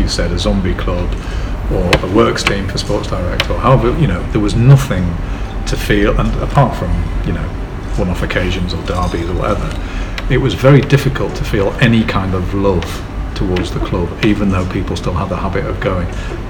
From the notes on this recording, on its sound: thank you to Nine Bar for allowing us to record